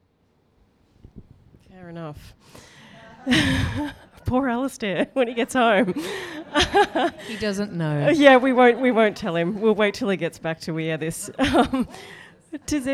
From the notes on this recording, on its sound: Recorded before a live audience. In Hong Kong.